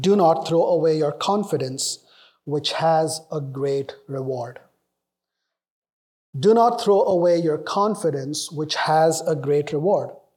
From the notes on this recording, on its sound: Northfield Community Church. This sermon was preached.